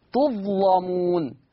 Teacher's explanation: ثم بعد كده عندنا تغليظ اللام، تغليظ اللام، كلمة تظلمون، تظلمون، اللام مفتوحة ومسبوقة بالظاء ساكنة، فلورش التغليظ